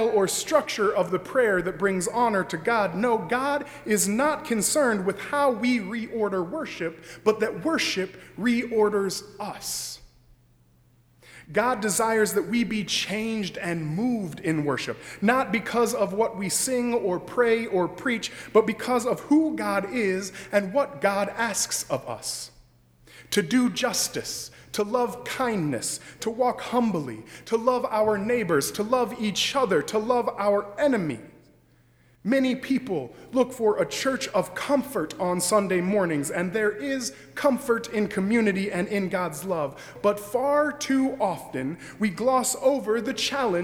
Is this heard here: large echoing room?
yes